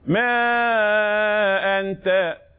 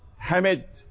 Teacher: إذن الأول ما أنت حسميه مد منفصل، انفصل حرف المد عن الهمز، أما الثاني حسميه مد متصل عشان اتصال حرف المد بالهمزة في كلمة واحدة.